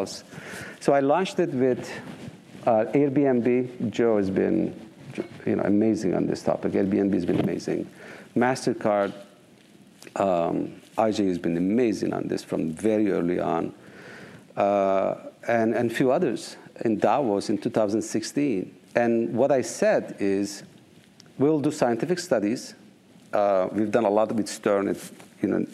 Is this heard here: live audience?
yes